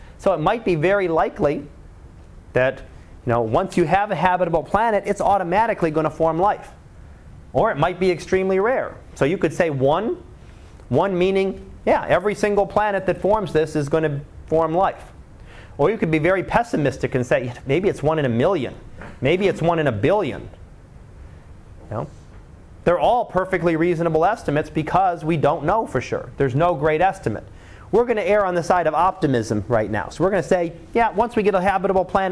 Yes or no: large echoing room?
yes